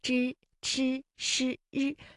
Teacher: 读出翘舌音呢？先来给大家介绍一下什么是翘舌音。翘舌音呢，在普通话当中又叫做卷舌音或者是舌尖后音。那么从我们发音的部位上来讲啊，就是由舌尖向上翘起，然后和硬腭的前部相接触，然后啊，这个气流就受到了阻碍形成的一种辅音